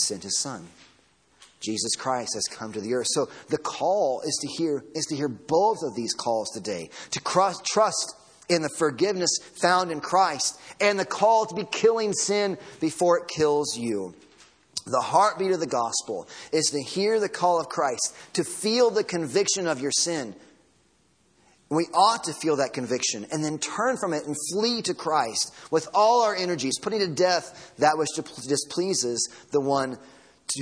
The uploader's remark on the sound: Sunday Morning Sermon Audio.